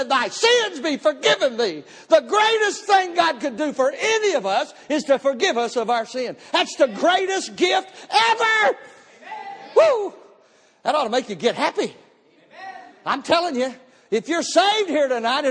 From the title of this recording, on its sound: Missions Conference Service 01 - Audio